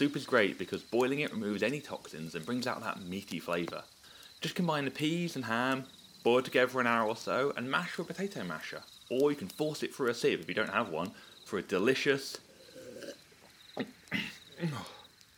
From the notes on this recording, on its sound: Recorded live under the night sky, with predictions made as the stars swirl overhead. It was a late night.